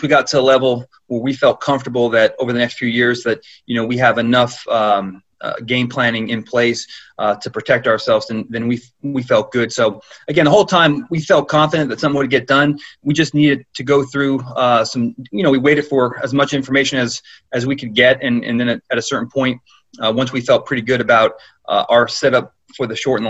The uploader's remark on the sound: Zoom conference call.